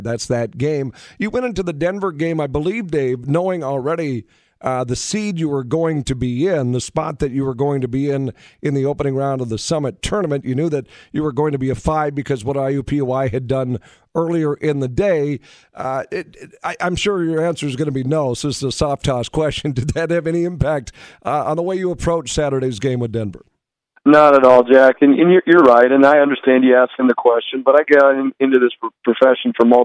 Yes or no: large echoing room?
no